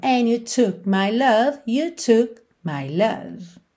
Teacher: E esse took, você vai reparar que você não ouve a letra K. A letra K também é uma consoante oclusiva que pode aparecer mais, menos ou nada, certo?